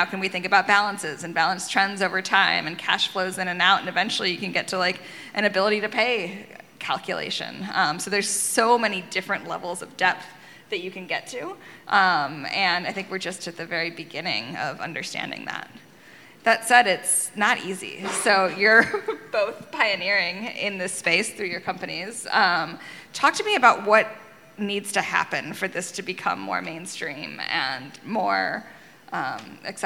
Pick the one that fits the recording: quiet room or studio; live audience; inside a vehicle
live audience